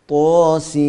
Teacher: هنا طاسين سين آخر نون، وهذه النون وقفنا عليها فهي مظهرة، فهنا مد السين مد لازم حرفي مخفف.